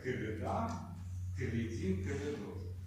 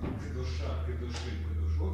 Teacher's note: Во всех трех формах, которые образуем. Будет редукция первого гласного.